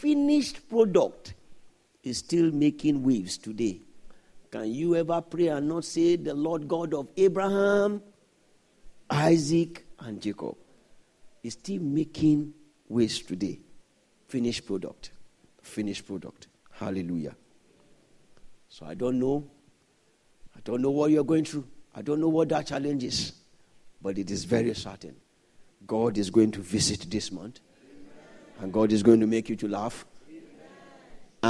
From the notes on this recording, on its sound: This Sunday Service message